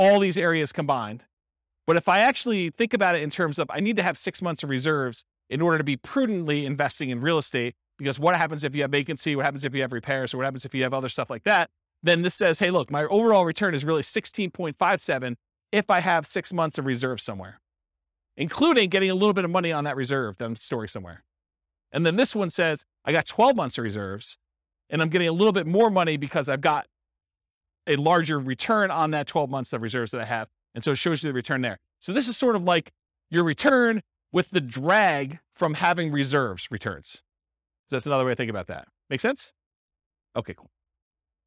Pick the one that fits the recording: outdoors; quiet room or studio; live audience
live audience